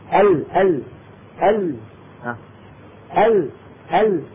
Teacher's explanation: ال ال ال ال ال فالطريق من الوسط مسدود، الهواء الحامل للصوت عم ينحرف بعضه عن يمين اللسان وبعضه عن يسار اللسان. هذا صفة الانحراف.